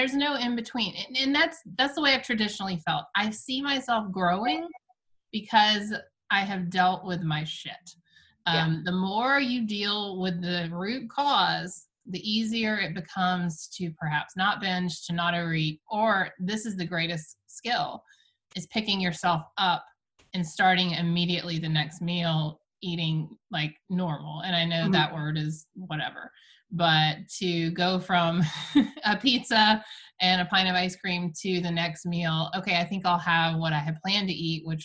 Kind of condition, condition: link, video call